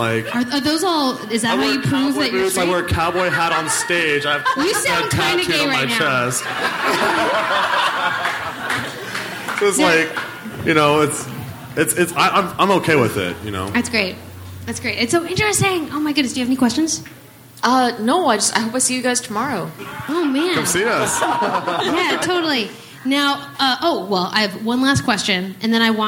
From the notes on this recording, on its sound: On stage at Portland's Dante's, hilarity ensues.